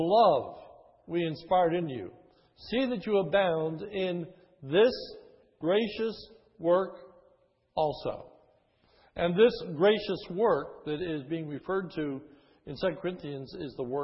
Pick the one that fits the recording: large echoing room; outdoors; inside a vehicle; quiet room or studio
large echoing room